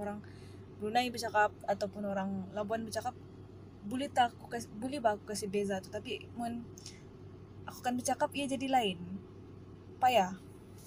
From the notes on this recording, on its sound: I recorded this in the car while waiting for my boba-less bubble tea order.